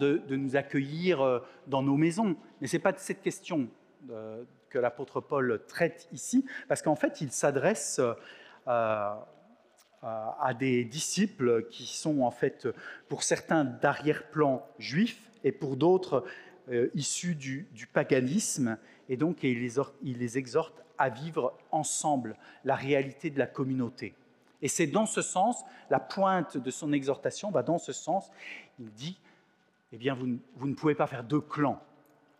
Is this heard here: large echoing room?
yes